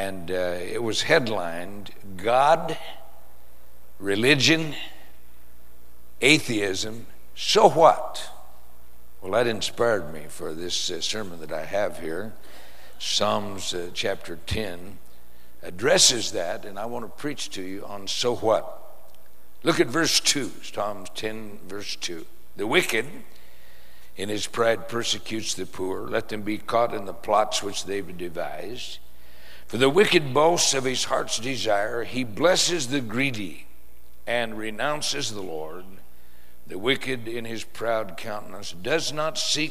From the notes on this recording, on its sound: Preached in San Antonio TX Church